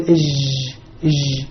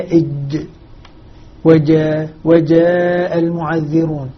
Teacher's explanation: يقول إج إج، أول شيء أعطاها رخاوة، أعطاها صارت رخوة رخوة ومهموسة، بينما هي إج وجاء وجاء المعذرون، لما ننطق بها من وسط اللسان نخرجها حرفا مجهورا وحرفا شديدا فيه انحباس في الصوت · Shown in: second take